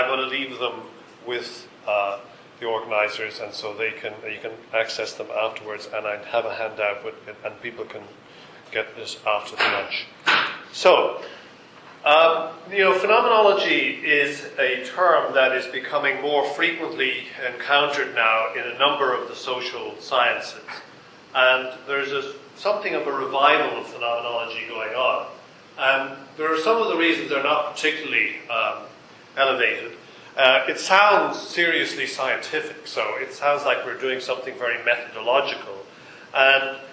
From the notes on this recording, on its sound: This ‘from the archives’ recording is the first part of the keynote from “ Triangular Conference 2008”. The talk was recorded in-person with a live audience. In the UCD Lochlann Quinn Undergraduate School of Business, Belfield, Dublin, Ireland.